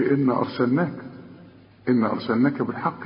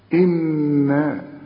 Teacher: لازم النون تغنها بمقدار حركتين لأنها 2 نون · Shown in: second take